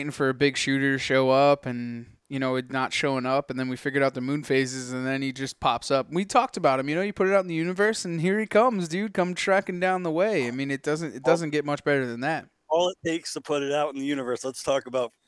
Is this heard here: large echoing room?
no